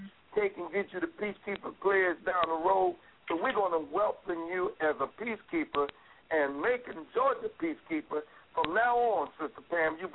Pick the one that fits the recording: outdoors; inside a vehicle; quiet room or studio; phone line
phone line